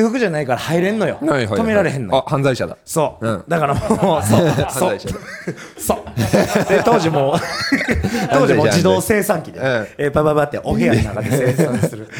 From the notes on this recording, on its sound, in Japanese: 公開収録。